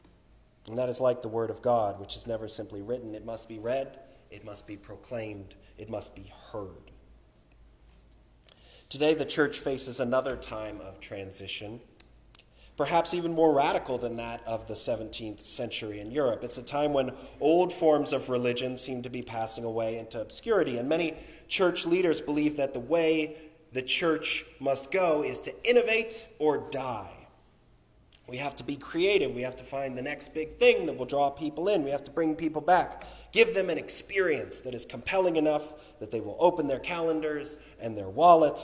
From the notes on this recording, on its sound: Recorded on March 26, 2023 - 5th Sunday in Lent and "Bach Sunday" at Union Congregational Church.